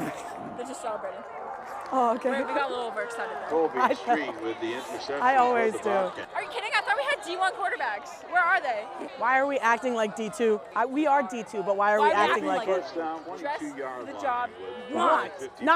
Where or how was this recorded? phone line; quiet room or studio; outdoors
outdoors